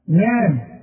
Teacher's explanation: شوف نار النون ما تفصلش فيها، النون دائما مرققة